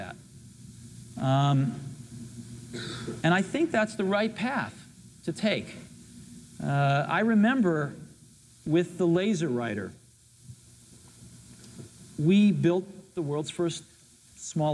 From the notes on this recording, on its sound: cooly responds to a critical question from the audience